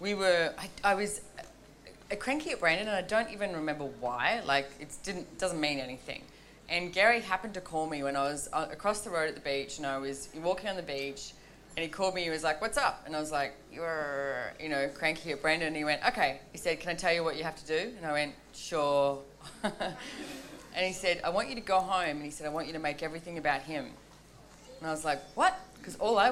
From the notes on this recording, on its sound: This audio was taken from a Relationships Done Different - The Beginning class in Noosa, Australia in December 2018.